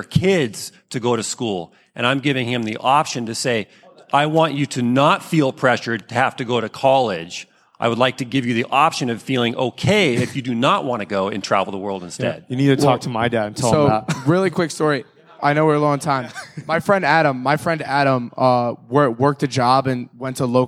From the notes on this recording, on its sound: At the 2018 Genius Network Annual Event